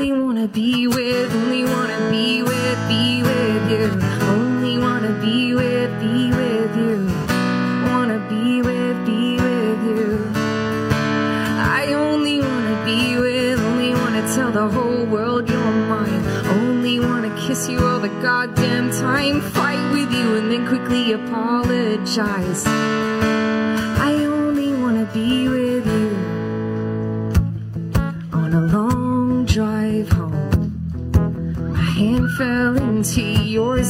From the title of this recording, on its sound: FULL SHOW: LIVE From Eatons Hill Hotel